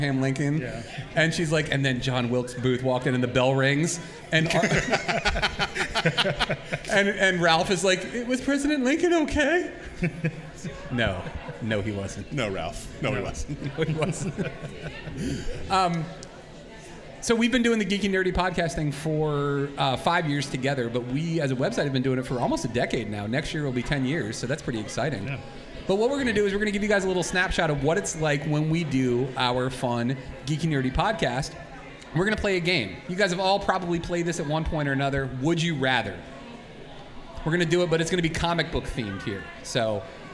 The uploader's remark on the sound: Live From Free Comic Book Day 2023! Live at Tosche Station for Free Comic Book Day 2023!